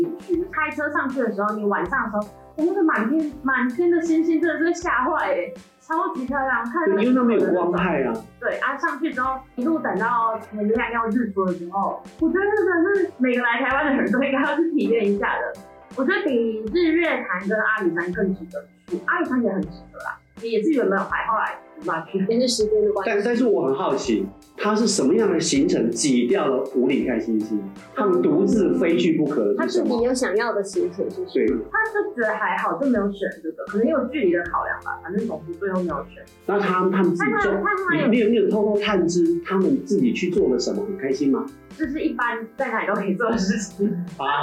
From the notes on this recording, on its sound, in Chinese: 因器材調修.錄音檔案音質不甚完美.請見諒.